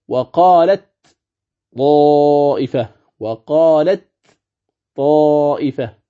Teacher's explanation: هذا نسميه إدغام المتماثلين، عفوا المتجانسين، هذا إدغام المتجانسين، لأن حرف التاء مع حرف الطاء اتفق في المخرج، فحرف التاء يخرج من طرف اللسان مع أصول الثنايا العليا، وكذلك حرف الطاء من طرف اللسان مع أصول الثنايا العليا. إذن فالمخرج واحد، لكن ما الذي يفرق بينهما؟